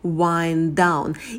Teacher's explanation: на стыке два одинаковых звука, один звук мы отбрасываем